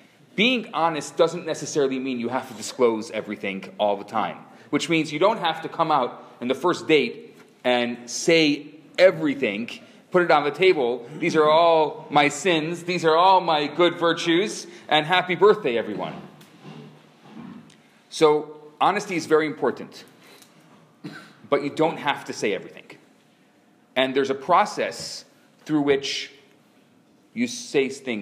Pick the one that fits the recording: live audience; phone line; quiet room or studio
live audience